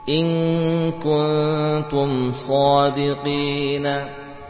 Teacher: In dengan menyempurnakan gunnah. In kuntum menyamarkan nun pada ta, ya. Suara nun dan ta berbagi · Term: ikhfa